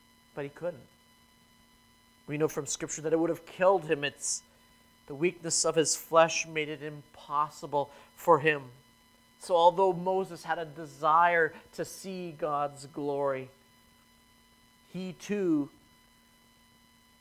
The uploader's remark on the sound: Sermon preached at New Creation Reformed Presbyterian Church